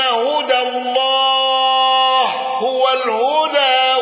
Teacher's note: حمزة بالإمالة واندرج معه الكسائي وخلف العاشر